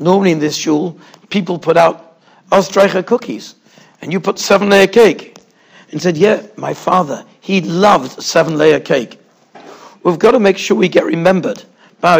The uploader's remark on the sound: Shiur recorded in Yeshivas Ohr Reuven, Monsey, NY.